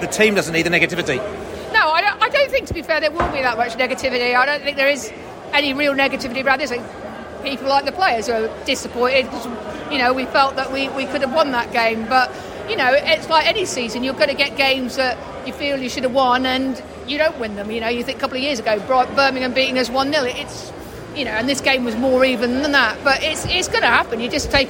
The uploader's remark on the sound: Post-Match Podcast From The Stands and Pub. We spoke to both Brentford and Brighton fans in the stands and in the pubs after the match.